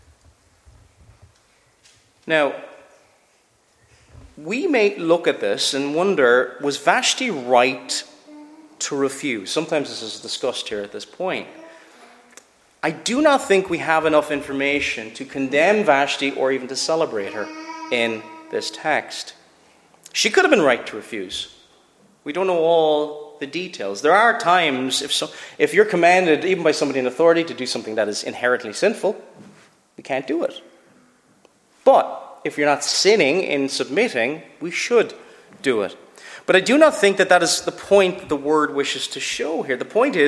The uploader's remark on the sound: Preached at Shettleston Free Church